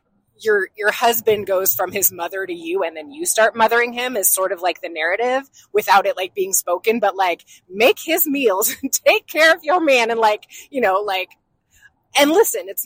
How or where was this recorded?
inside a vehicle